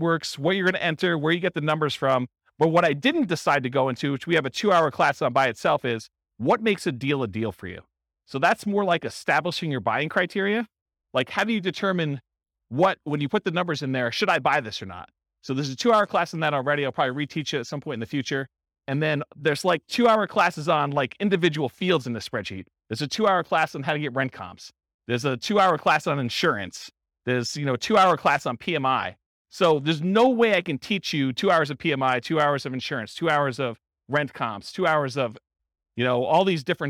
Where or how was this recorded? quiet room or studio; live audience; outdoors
live audience